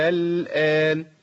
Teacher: ده اسمه مد لازم، حرف المد جه بعديه سكون